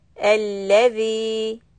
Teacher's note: For ذال، tip of the tongue under the front teeth and stretch it 2 counts.